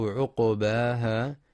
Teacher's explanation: ينتبه القارئ في كلمة عقباها لسكون القاف مع القلقلة، فلا يقرأ بضم القاف عقباها، والصواب سكونها.